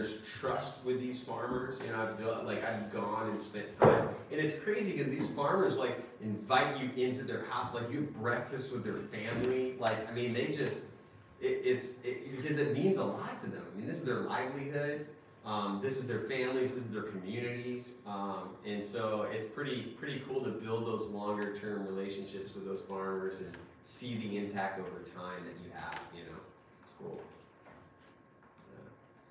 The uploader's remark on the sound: CHAPMAN UNIVERSITY LECTURE